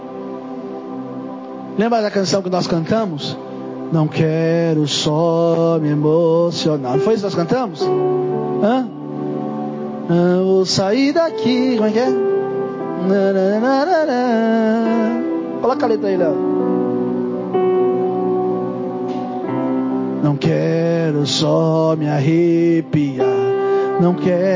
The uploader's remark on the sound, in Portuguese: Mensagem gravada em 07/01/2024 - Culto da Família